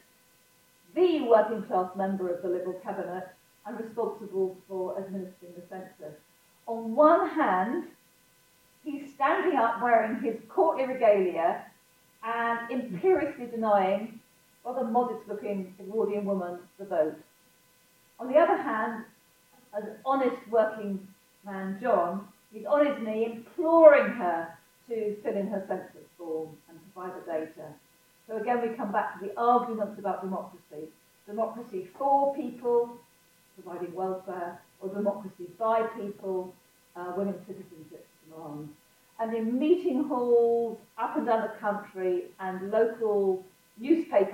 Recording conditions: poor sound quality